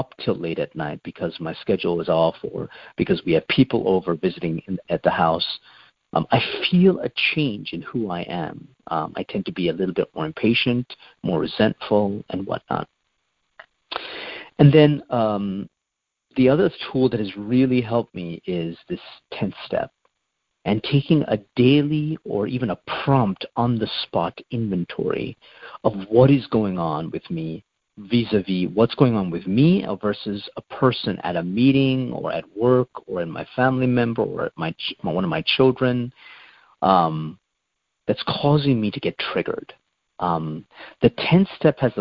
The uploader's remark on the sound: Monday Noon Phone Speaker Series